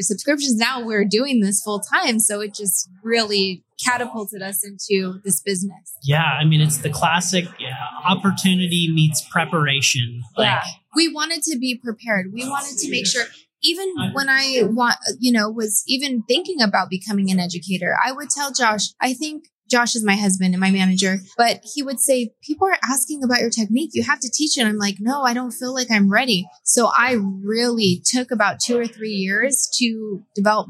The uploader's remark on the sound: Today’s episode was recorded at Kajabi Hero Live in Austin, Texas.